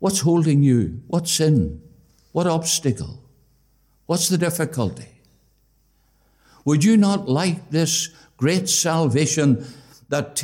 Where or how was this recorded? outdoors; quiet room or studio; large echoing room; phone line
large echoing room